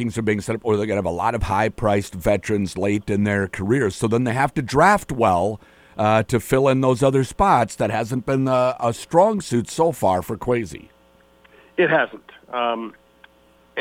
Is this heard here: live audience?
no